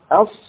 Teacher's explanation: من طرف اللسان ومن فوق الثنايا السفلى. أص من طرف اللسان مع مع فوق الثنايا السفلى، السنان المتقدمان في الجهة السفلى على الفك الأسفل. · Term: الصفير